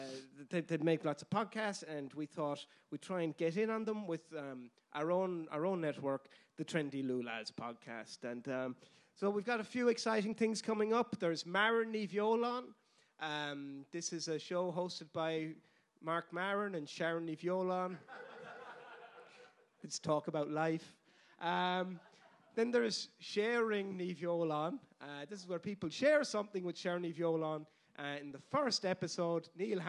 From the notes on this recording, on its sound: LIVE AT THE DUBLIN PODCAST FESTIVAL. Was performed in THE WORKMAN'S, DUBLIN. As part of the DUBLIN PODCAST FESTIVAL.